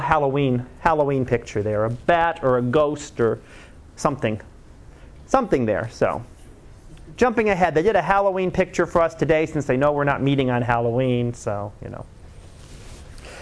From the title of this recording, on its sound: Live Class Lecture 2013 Oct 30